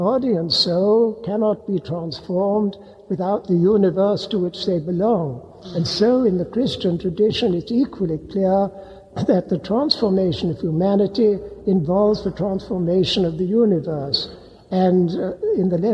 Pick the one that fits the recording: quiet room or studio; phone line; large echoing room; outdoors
large echoing room